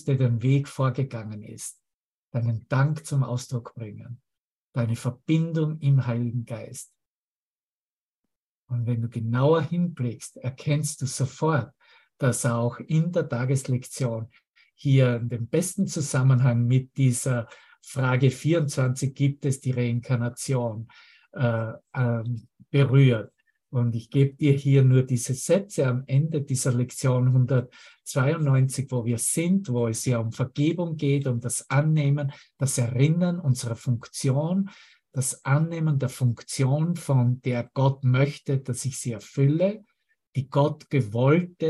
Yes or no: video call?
yes